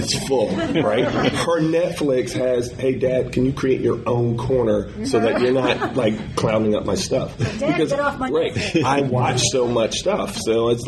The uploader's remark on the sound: Fan Panel at DragonCon ’15. Was able to Skype.